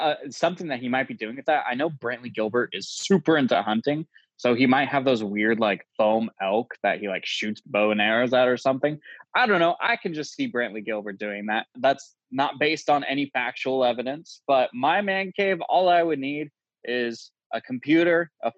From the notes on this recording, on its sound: connect over zoom